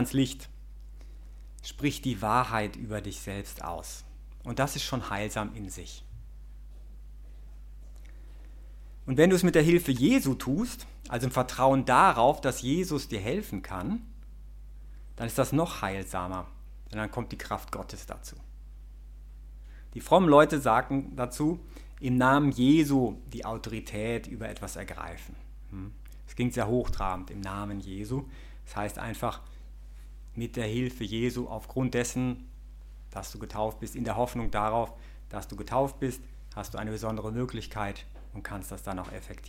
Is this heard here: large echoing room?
yes